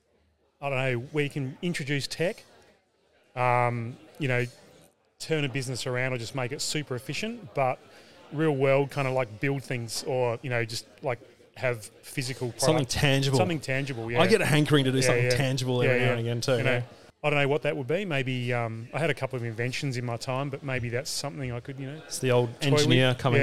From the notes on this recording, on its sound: Live at We Work in Perth